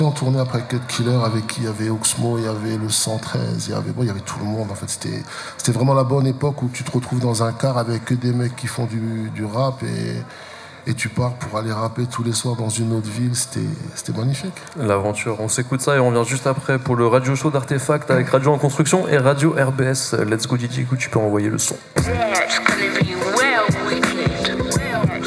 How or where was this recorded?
busy venue